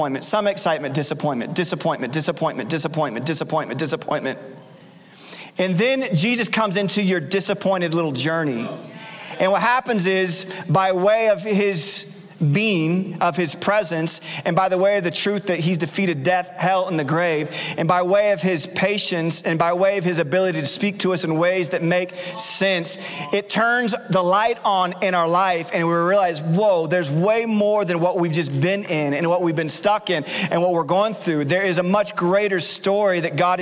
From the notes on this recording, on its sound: Recorded Live at Capital Church in Meridian, Idaho